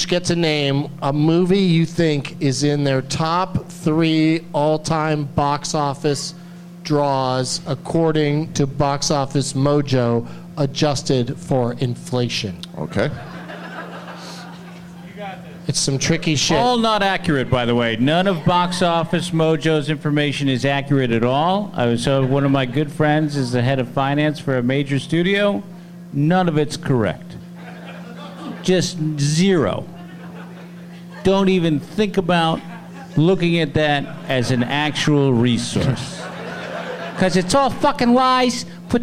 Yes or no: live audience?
yes